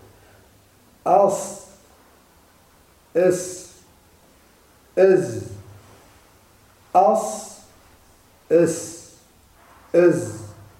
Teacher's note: هذه الحروف تسمى حروف الصفير لأن فيها صوت يشبه صفير الطائر. وتسمى أيضا الحروف الأسلية نسبة إلى أسل اللسان، معناها طرفه، أسلة اللسان أو أسل اللسان معناها طرفه.